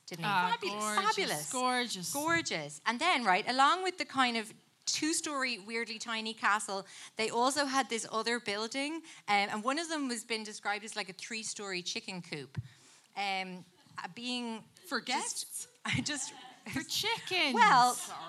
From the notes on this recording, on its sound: LIVE at the lighthouse